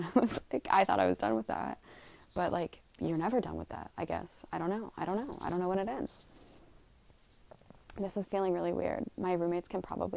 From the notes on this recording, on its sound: Live from my bed. Excuse the background noise.